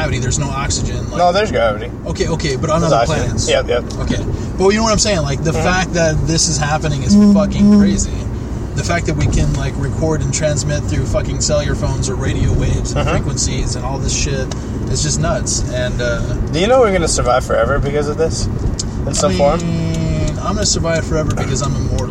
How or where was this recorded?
inside a vehicle